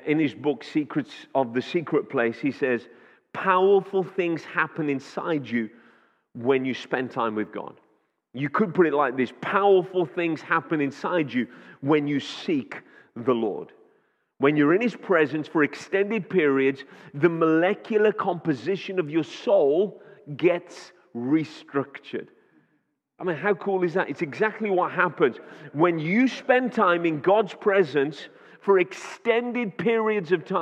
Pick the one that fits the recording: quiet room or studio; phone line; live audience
live audience